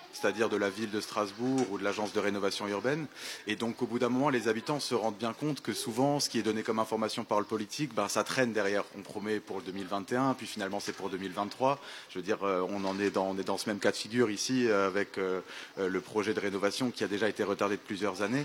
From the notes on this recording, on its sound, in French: Émission en direct de l'Elsau. Diffusé en direct sur RBS le 6 Mai 2023 depuis la Rue Watteau à l'Elsau, à l'occasion de l'événement "Capsule Temporelle" de la Compagnie Lu².